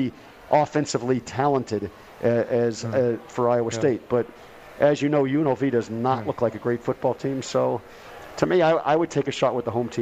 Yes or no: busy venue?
yes